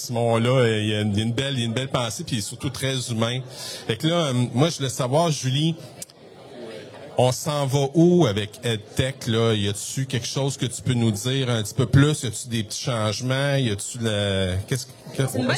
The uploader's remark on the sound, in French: L'entrevue a été enregistré au 41e congrès de l'AQUOPS